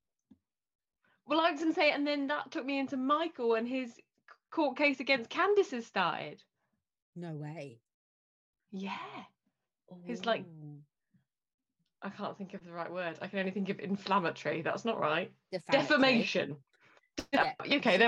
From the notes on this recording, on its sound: Disclaimer, we had sound and internet issues. There's some back ground noise and weird static voices now and again during the episode.